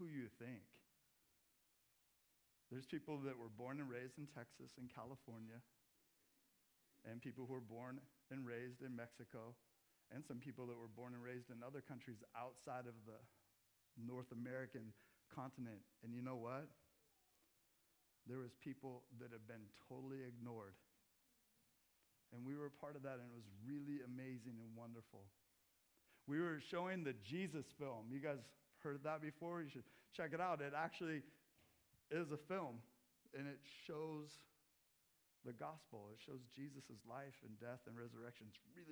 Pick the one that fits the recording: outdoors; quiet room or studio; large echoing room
large echoing room